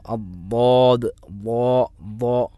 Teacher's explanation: അത് അണ്ണാക്കിലേക്ക് അങ്ങനെ നീണ്ട് പോകുന്ന അക്ഷരം അബോദ്. ഈ ബോദ് എന്ന് പറയുമ്പോൾ നാവിൻ്റെ സൈഡിൽ നിന്ന് തന്നെ പറയാൻ നമ്മൾ ശ്രമിക്കണം · Term: ഇസ്തിത്വാലത്ത്